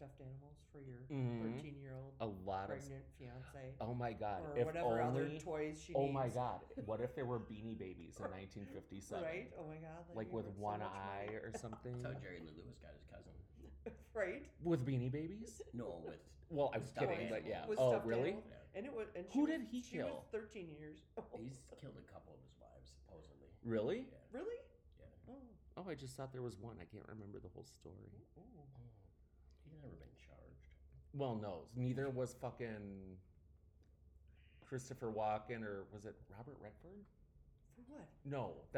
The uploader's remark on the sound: Sorry for the audio, we were recording in my apartment that has not great acoustics.